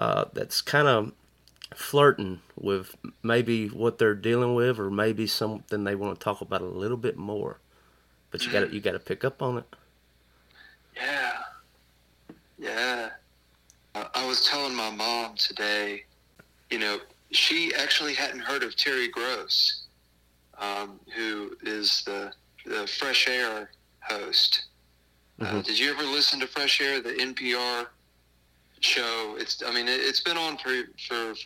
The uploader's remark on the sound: burnt the phone lines out to Athens, GA